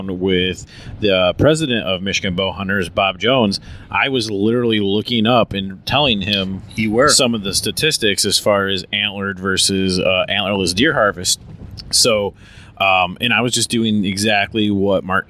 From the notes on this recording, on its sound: Meat Eater Live Post Show Podcast. In metro Detroit. This was recorded while driving down the road so the sound may be a little bit different than our normal shows.